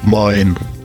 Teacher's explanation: Произносится оно на выдохе хрипловатым голосом простуженного моржа.